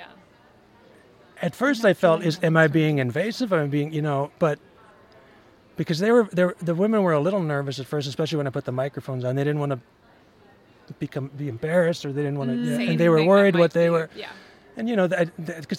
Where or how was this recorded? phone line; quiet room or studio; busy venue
busy venue